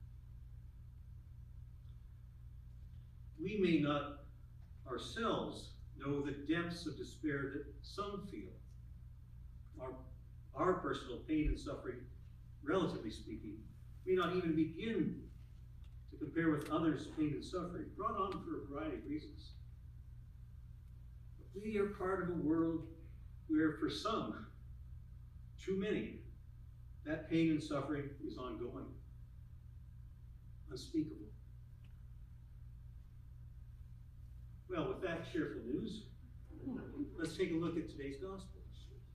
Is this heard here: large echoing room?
yes